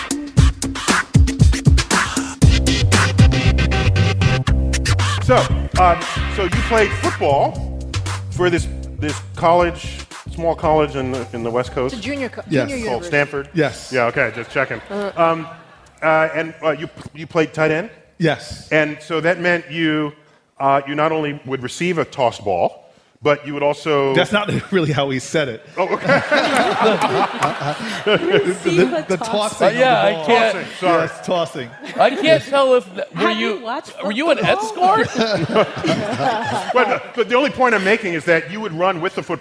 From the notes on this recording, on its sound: StarTalk Live! at the Apollo. To the historic theater in Harlem, NYC.